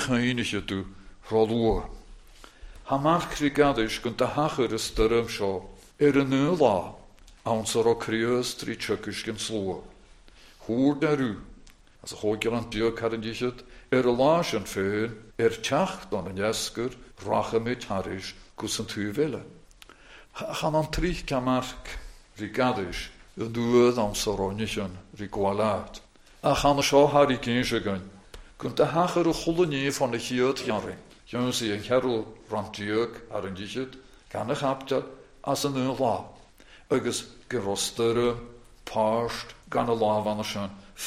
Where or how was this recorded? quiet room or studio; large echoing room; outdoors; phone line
large echoing room